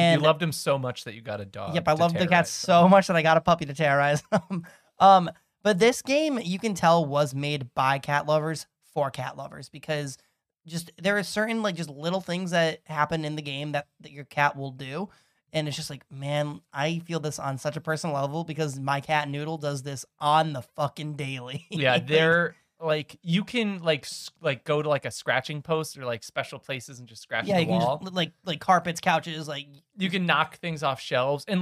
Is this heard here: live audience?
no